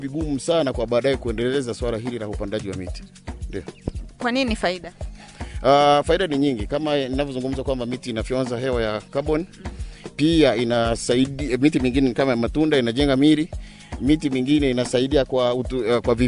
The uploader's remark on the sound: This Podcast episode is recorded from the field